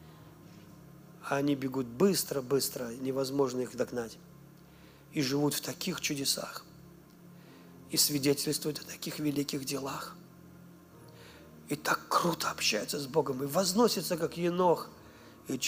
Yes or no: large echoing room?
yes